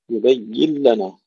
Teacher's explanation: إدغام يعني الحرف الأول المدغم انتهى وبقي الحرف الثاني مشددا، يبين لنا فلا نبقي أثرا للنون لأنها أدغمت بالكامل · Term: إدغام النون في اللام